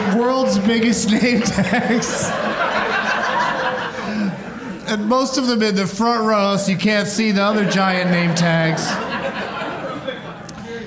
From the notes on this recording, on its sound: Live from the Improv in Houston